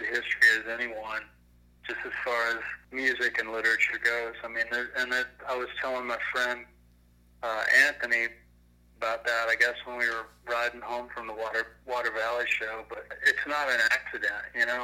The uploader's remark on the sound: burnt the phone lines